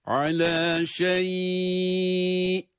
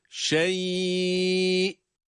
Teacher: Yani burayı uzatarak okuyoruz. Fakat uzatmayı cezimli olan ya harfi üzerinde, onu sakin olarak okurken yapıyoruz · Term: meddilin